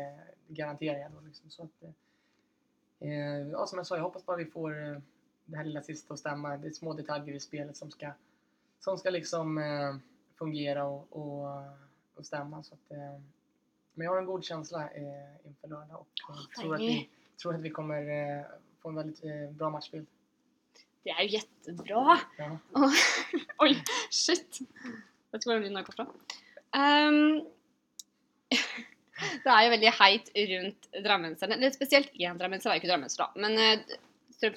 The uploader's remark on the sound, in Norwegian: Lyden ble derfor ikke helt innafor i denne podcasten